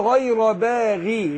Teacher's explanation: الغين المكسورة بتاخد أدنى درجات التفخيم